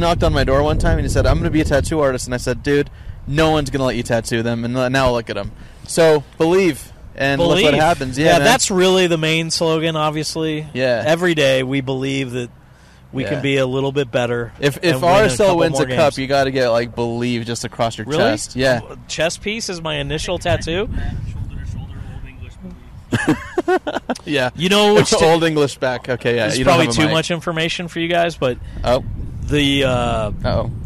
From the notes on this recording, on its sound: live at Rio Tinto stadium